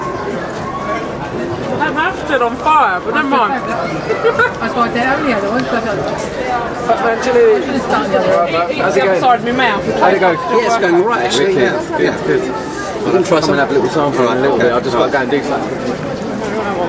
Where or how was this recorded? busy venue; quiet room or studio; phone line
busy venue